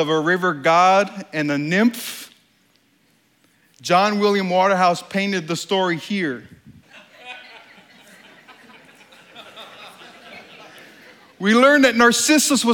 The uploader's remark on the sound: During this talk at STORY 2016. This talk was given on stage at the Country Music Hall of Fame in Nashville, TN.